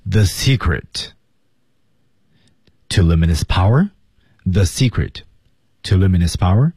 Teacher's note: 两个 to 相撞留一个